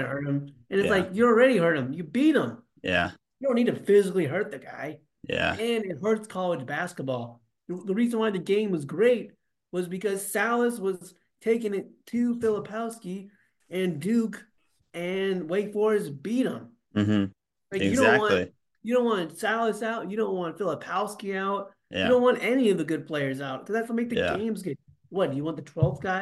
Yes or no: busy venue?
no